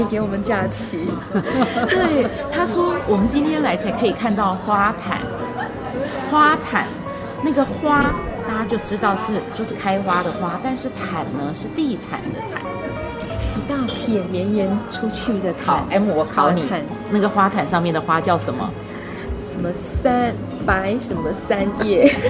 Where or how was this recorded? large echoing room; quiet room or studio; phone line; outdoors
outdoors